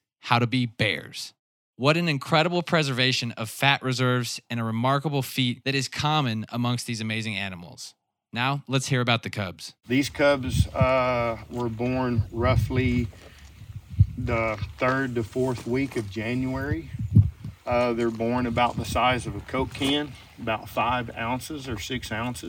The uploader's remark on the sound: LIVE from a Bear's Den